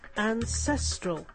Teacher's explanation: As an adjective, the word becomes ancestral, with the stress on the second syllable.